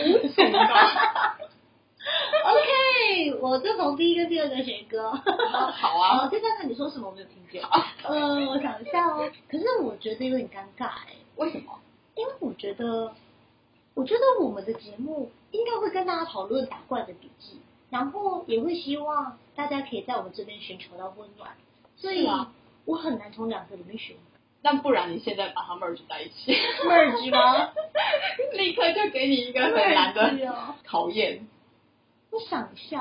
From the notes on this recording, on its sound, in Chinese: 第一集好像收音還沒調整好請大家見諒啊